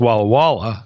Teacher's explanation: I put stress on the third syllable.